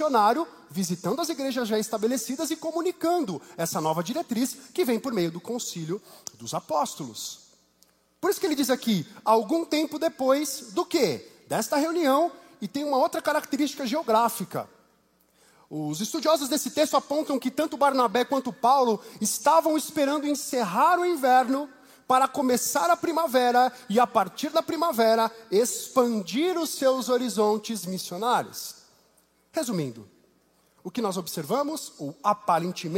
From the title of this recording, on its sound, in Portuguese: Culto ao vivo IBMorumbi